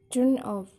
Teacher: Maka stresnya, penekanannya yaitu on the particle. Jadi di yang ada tambahannya itu.